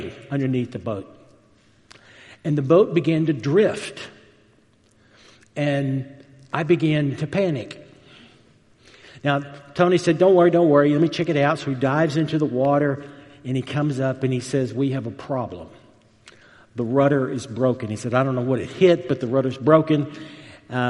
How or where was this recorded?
large echoing room